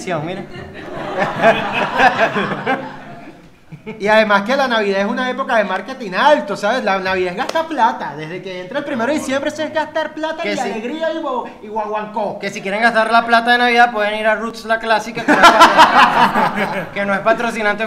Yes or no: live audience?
yes